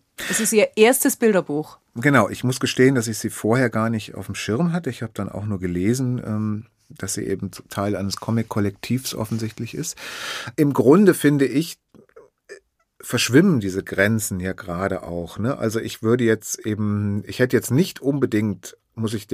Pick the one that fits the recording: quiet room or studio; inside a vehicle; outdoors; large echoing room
quiet room or studio